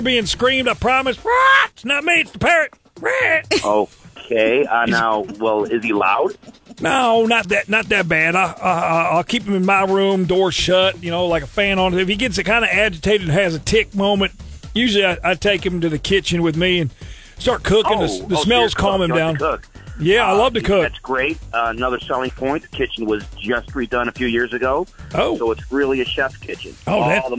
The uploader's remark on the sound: Prank Call